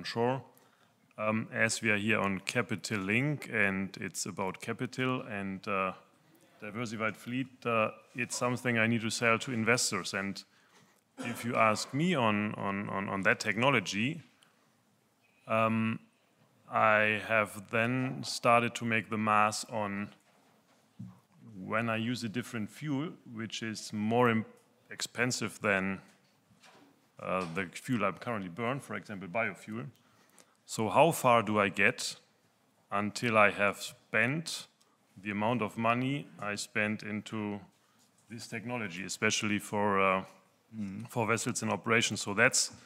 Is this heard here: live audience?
yes